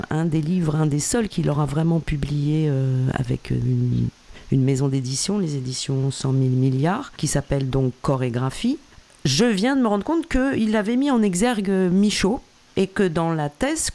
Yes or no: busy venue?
no